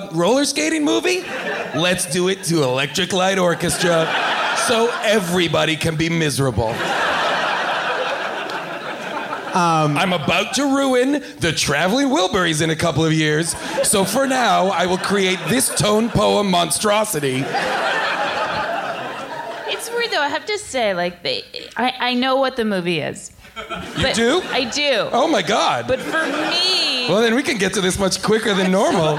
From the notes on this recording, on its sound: Recorded LIVE at Largo in Los Angeles